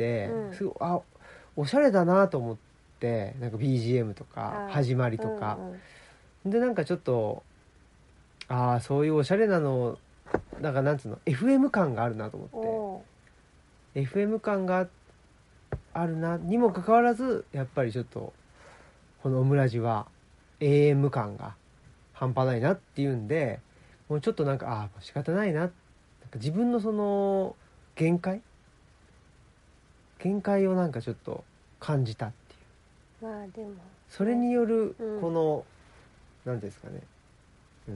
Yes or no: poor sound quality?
no